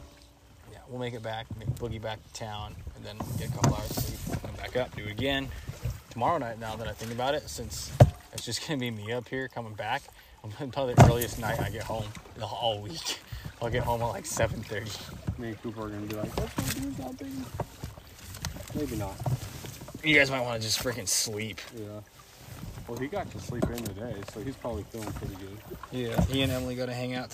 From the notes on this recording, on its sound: This is LIVE from the raft chasing pike on the lake!